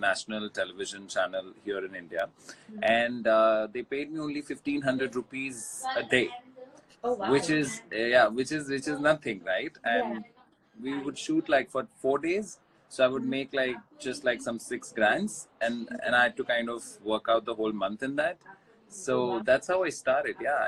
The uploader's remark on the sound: Instagram Live